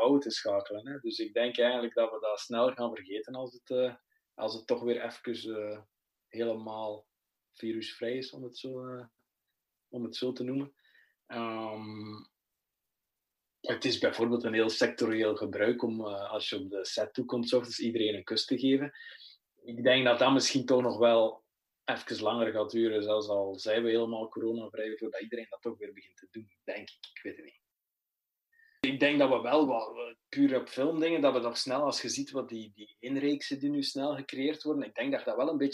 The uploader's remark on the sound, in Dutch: Het interview gebeurde op een covid veilige manier over zoom